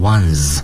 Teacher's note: 由于它是那个浊辅音结尾，所以发音的时候呢要读成浊辅音 z